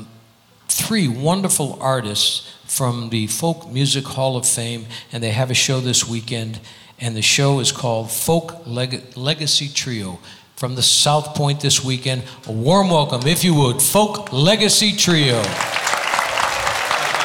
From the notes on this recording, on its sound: Live at the SouthPoint Casino